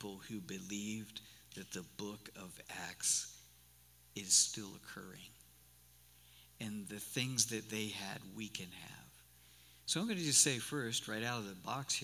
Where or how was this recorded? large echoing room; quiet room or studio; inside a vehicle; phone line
large echoing room